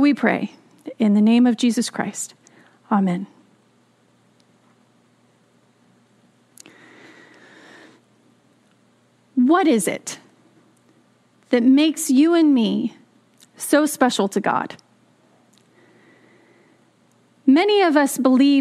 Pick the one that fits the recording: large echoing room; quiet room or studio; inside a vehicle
large echoing room